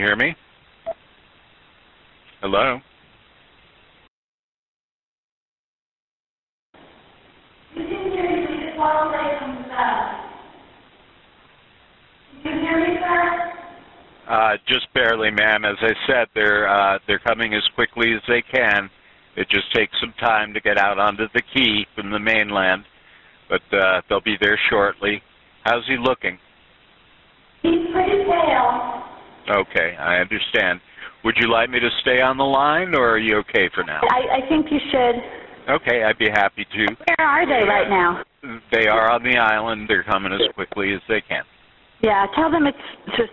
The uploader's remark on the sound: 911 call audio